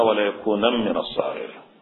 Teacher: هنا في نون ساكنة بعدها ميم إدغام، لذلك قلنا وليكون من الصاغرين.